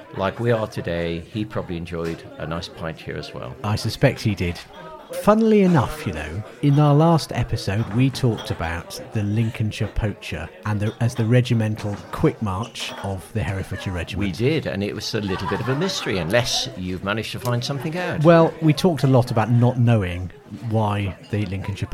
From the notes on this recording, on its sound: Take a walk in the sun around Canon Frome Court and St Laurence's Church, Stretton Grandison.